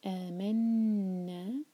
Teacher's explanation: ناک میں آواز دو حرکہ رکھیں گے